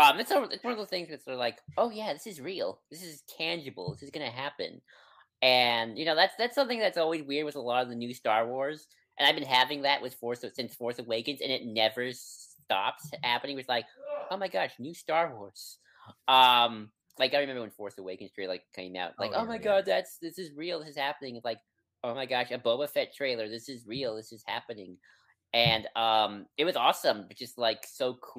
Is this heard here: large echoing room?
no